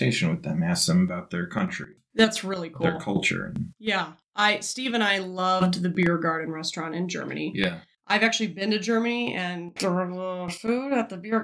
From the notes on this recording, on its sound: During this episode we encountered some software issues with our microphone software. The audio is going to sound a little jittery with some pops and crackles. I did the best i could to fixing all of that but it didn't come out perfect.